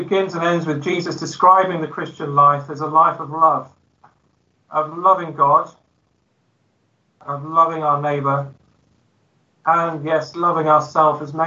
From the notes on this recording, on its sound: Christ Church, Bayston Hill (UK)